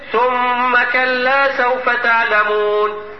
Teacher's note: الزمن نطق الميم المشددة زي زمن نطق الألف بتاع كلا، يعني تقريبا · Term: غنة كاملة